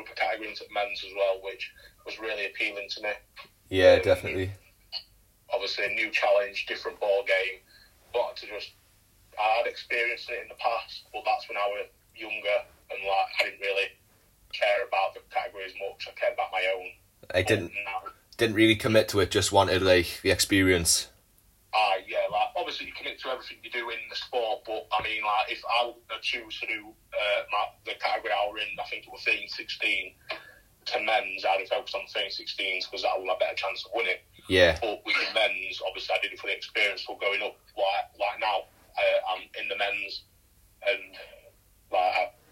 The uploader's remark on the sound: via phone call